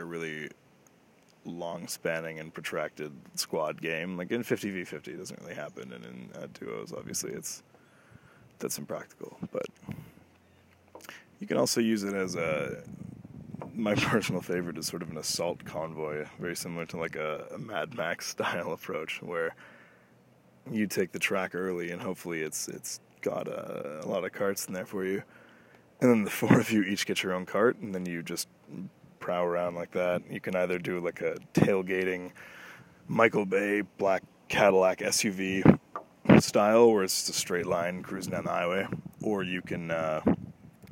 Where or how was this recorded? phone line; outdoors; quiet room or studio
outdoors